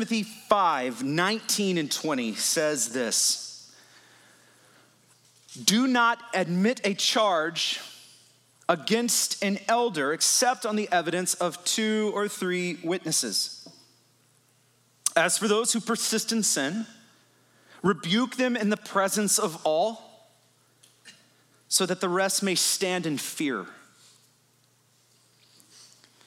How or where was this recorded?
large echoing room